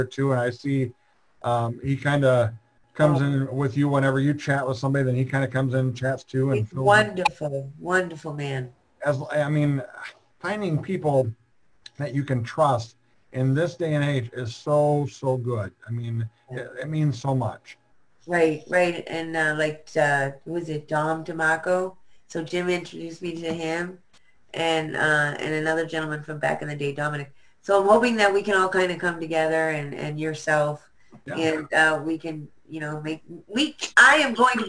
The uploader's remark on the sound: Our Zoom interview on 5/3/2020